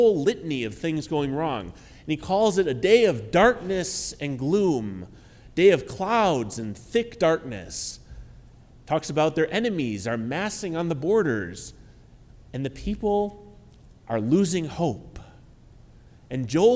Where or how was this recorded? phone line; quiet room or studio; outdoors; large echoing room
large echoing room